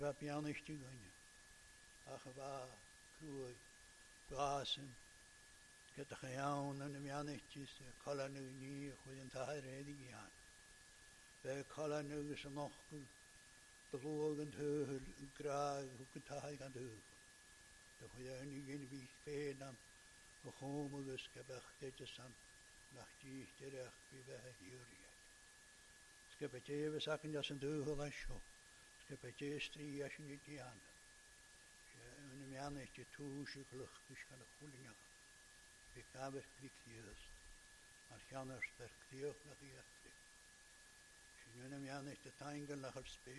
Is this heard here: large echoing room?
yes